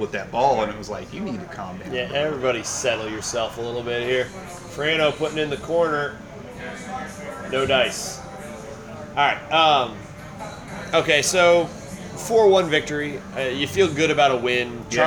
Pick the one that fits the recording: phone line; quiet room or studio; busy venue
busy venue